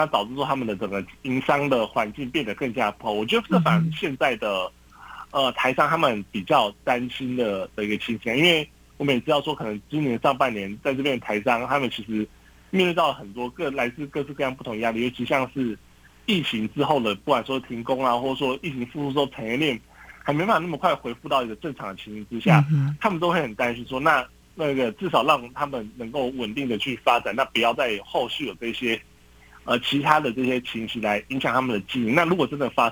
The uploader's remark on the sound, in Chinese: 連線訪問中央社駐上海記者